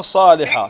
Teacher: تنوين وبعده الصاد، والصاد من حروف الإخفاء الحقيقي